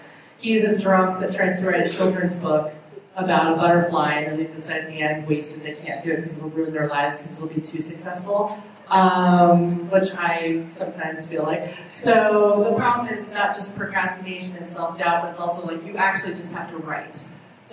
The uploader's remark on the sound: The Women in Geek Industry panel at Denver Comic Con 2015 was packed and the ladies were center stage!